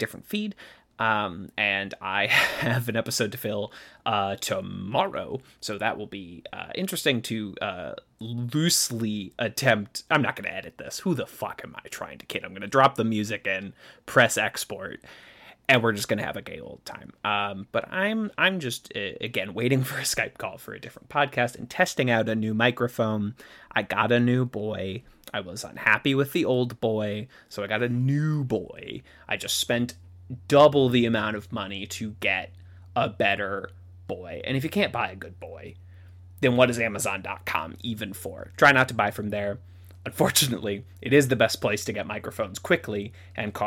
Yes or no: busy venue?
no